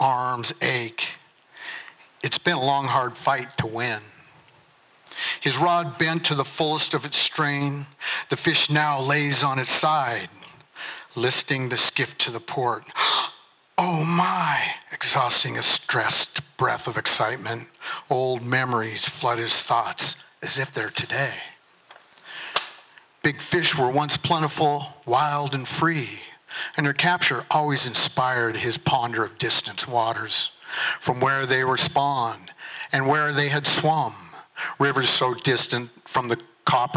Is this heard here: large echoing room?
yes